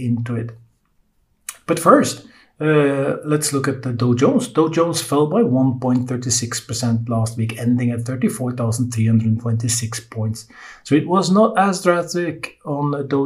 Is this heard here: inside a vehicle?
no